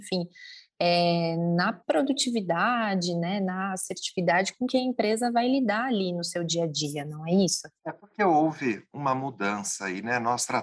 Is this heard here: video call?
yes